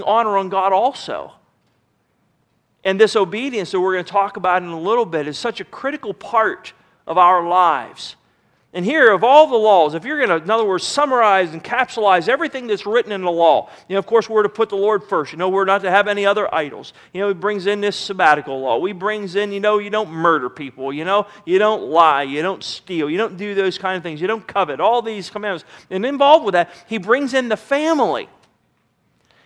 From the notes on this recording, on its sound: At Northside Baptist Church of Elkhart, Indiana.